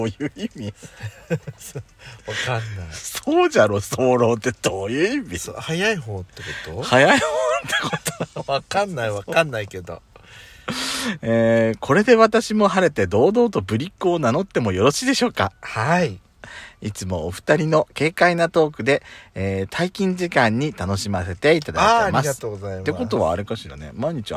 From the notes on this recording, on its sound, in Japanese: 2人組。パーキング収録。